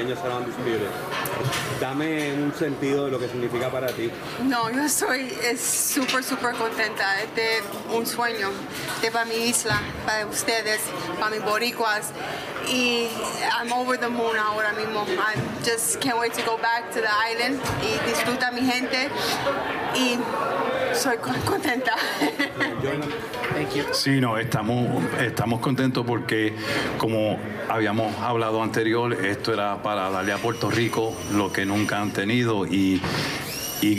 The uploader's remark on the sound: Post Fight press Conference